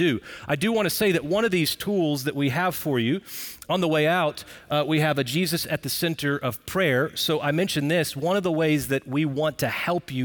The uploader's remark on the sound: Recorded Live at Brookwood Church on 10.15.23.